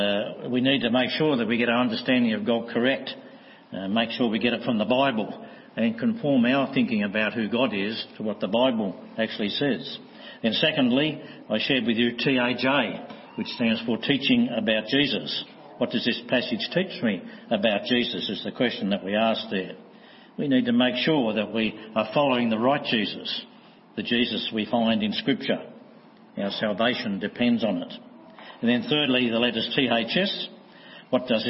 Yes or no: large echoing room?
yes